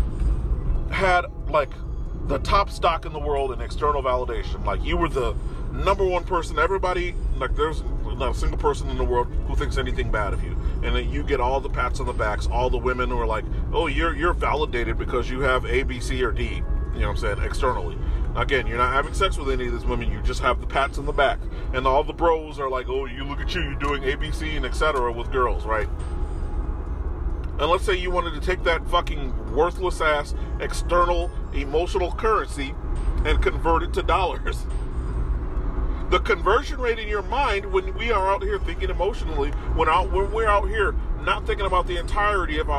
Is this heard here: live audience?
no